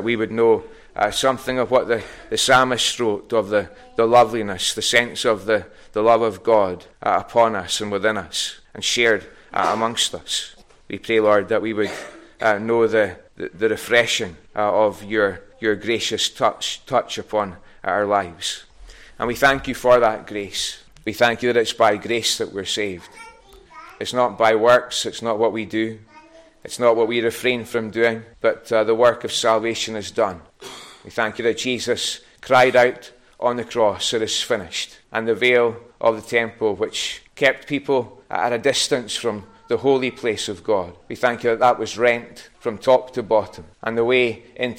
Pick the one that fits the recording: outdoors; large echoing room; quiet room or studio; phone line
large echoing room